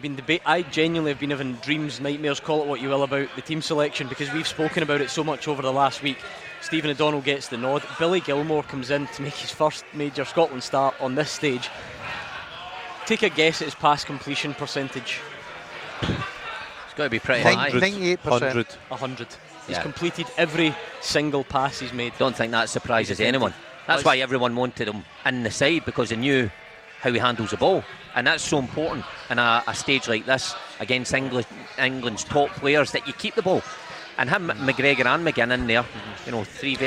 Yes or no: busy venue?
yes